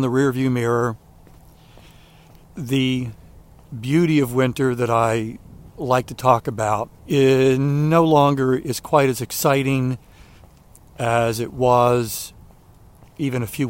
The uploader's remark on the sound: During today's ten-minute walk.